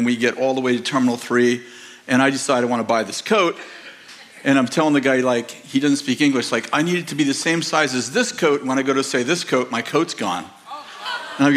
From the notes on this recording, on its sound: In this sermon from November 26th, 2023, at Bethel Church in Redding, CA